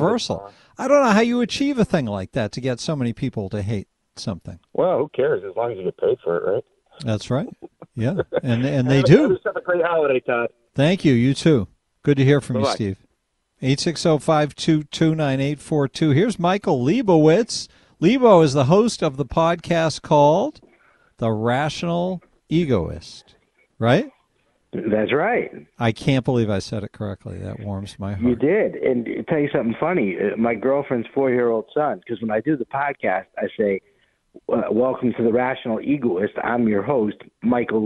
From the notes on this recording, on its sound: Take a few more phone calls on famous encounters.